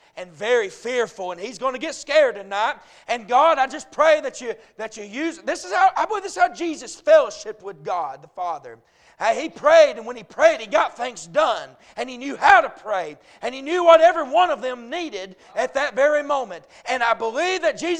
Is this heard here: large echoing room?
yes